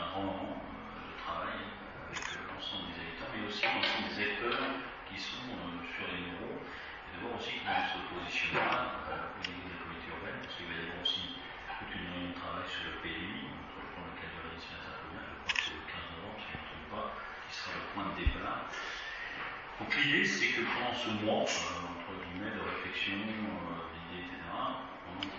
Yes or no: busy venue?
yes